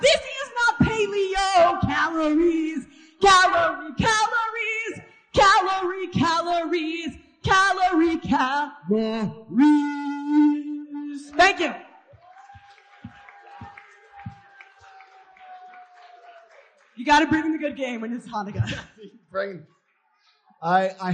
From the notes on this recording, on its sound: first heard on December 7, 2018 at Isaiah's Hanukkah Shabbat service